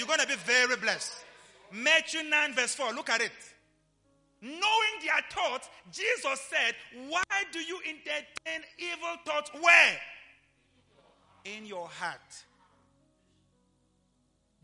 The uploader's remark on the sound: LIVE AT ABC KHALANYONI